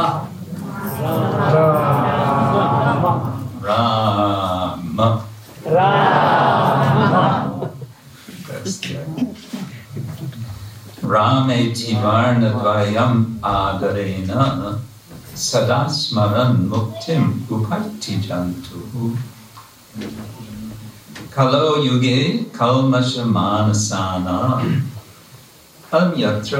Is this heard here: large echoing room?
yes